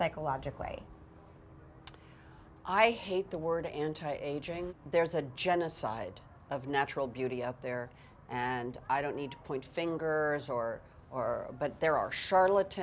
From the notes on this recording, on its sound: On location at New York Comic Con. A very special surprise call at the news desk.